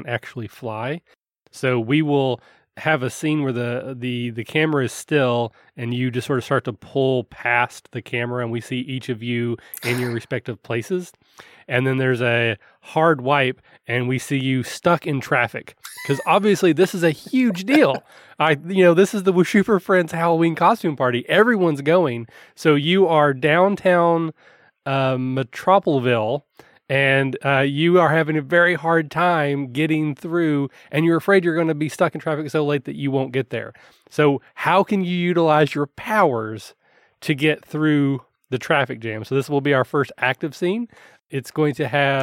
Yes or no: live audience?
no